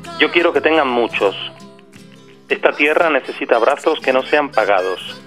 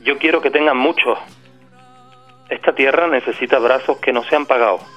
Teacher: Črko S se povsod razen na začetku besede ali pred samoglasniki aspirira oziroma pretvori v neke vrste H. · Shown in: second take